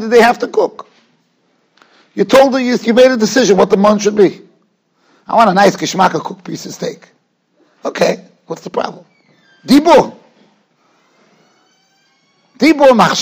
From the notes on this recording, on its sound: Shiur recorded in Yeshivas Ohr Reuven, Monsey, NY.